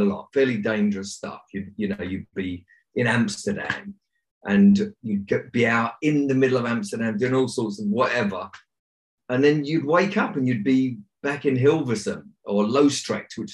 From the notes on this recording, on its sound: on a video zoom chat